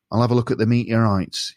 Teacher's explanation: Placement means where you feel the sound is being made. And when I speak like Carl, the placement is a lot more nasal.